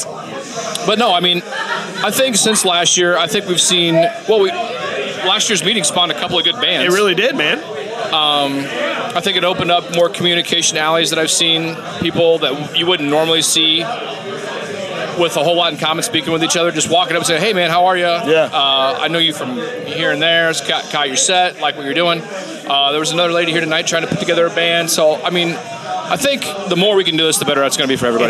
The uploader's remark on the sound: 1 Year Anniversary Live Broadcast. Record the podcast episode live from Tailgators during the CRMS 1 year anniversary meet up.